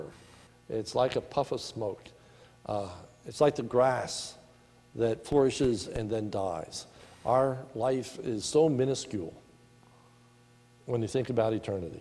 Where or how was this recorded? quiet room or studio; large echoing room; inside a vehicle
large echoing room